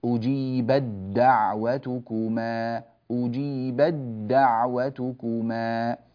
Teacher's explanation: إذا وصلنا ندغم التاء في الدال ويعود النطق بدال واحدة مشددة